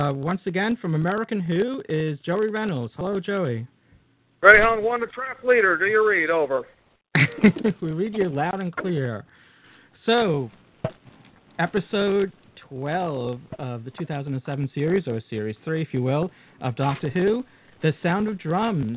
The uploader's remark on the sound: Live Roundtable Episode. With live listener feedback. Recorded live on the net via TalkShoe. Note: This is a "Rough, Ready, and Raw" version -- this podcast episode is going out as it was recorded, with no post production work...